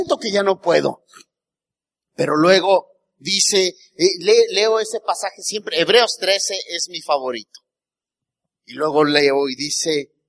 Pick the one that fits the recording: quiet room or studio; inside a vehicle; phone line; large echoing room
large echoing room